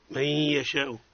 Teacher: إدغام النون في الياء بغنة · Term: الإدغام مع الغنة